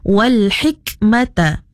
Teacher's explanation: apabila kaf sukun ataupun kaf mati, kita kena bunyikan sedikit apa tu, nafas ataupun angin